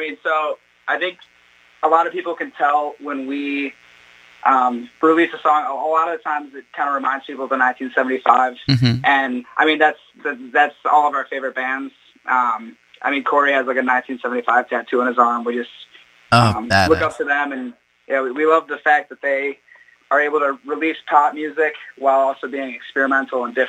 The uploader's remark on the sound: This episode was recorded over the phone in the Radio Free Brooklyn studio in Brooklyn, NY.